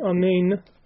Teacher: you should not swallow the nun at the end, as if it says amei, without pronouncing the nun sound properly at the end, without saying amein.